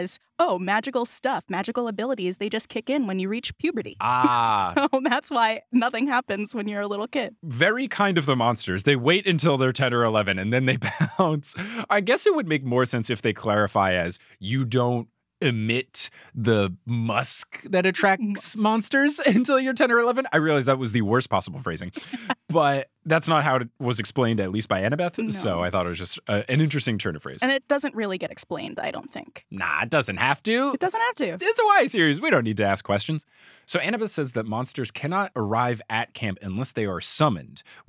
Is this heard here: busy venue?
no